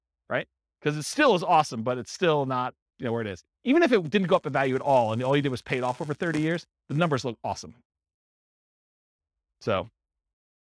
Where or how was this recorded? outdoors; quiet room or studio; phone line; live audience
live audience